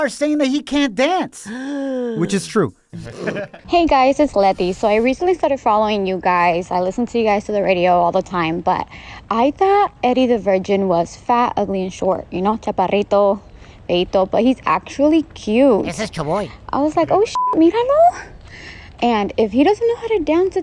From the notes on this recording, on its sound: We opened up the phone lines to see if our listeners think it's true or false!